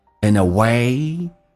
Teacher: nd 组合，不是用 d 连，是用前面的 n 进行个连，叫 in away。 way 跟 of 有一个连加个 ye，叫 way ofA way oflife，所以就变成 It's a journey and a way oflife， It's a journey and a way oflife。你记住连音要隐藏，用降调来发， It's a journey and a way oflife。我们把这段重新来朗读一下， Here wego。